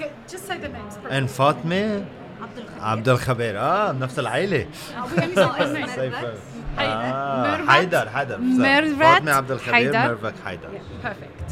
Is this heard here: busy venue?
yes